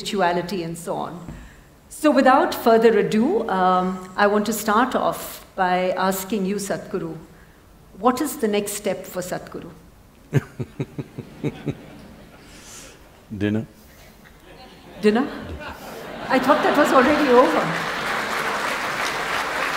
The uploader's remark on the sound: answers several questions from the audience